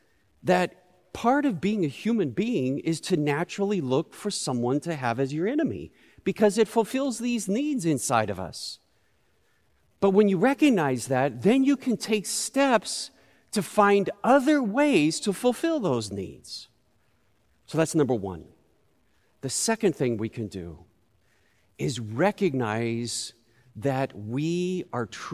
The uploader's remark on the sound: Recorded live at Beatitudes Church in Phoenix, AZ.